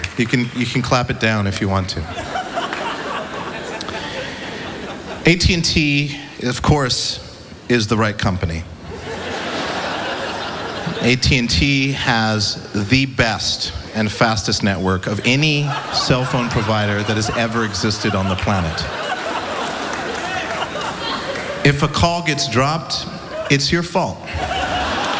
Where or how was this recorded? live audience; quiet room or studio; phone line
live audience